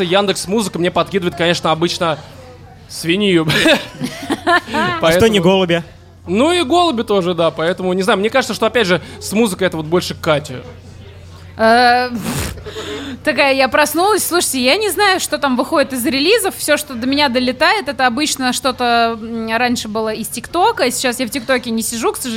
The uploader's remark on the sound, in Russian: LIVE-запись со слушателями. 30 сентября в Москве прошла праздничная сходка слушателей подкаста «Животные в Студии», во время которой был записан сто девяносто шестой выпуск.